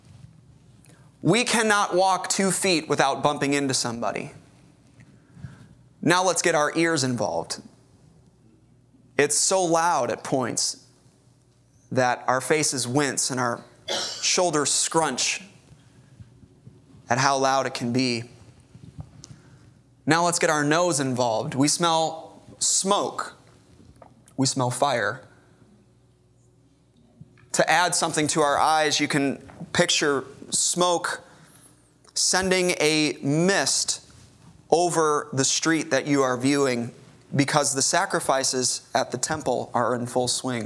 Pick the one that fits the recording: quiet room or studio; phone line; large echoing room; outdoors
large echoing room